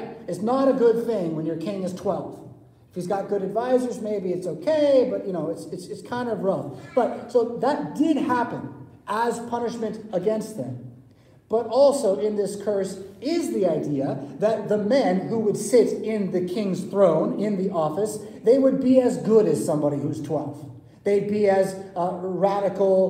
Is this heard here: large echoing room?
yes